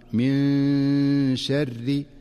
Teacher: فالنون الساكنة في من جاءت قبل الشين فتخفى النون، من شر فتخفى النون مع غنة مناسبة من غير أن تتحول إلى نون ظاهرة ولا أن تدغم في الشين · Term: الإخفاء